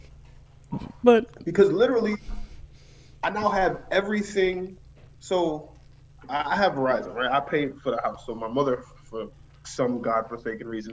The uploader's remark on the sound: Why was the episode so laggy? I blame twitch. The episode was streamed live on twitch and about 40 minutes of podcast was lost. I apologize in advance for the random ending.